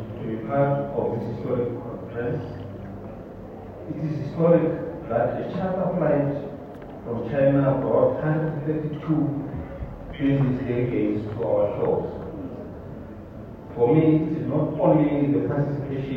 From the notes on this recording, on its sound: Zhejiang Jinhua SA Trade & Investment Promotion Conference. Addressing the Zhejiang Jinhua-South Africa Trade & Investment Promotion Conference, held at the Gallagher Convention Centre.